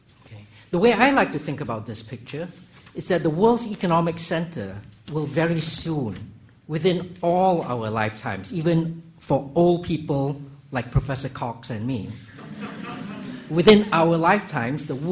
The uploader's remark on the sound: public lecture hosted by LSE Summer School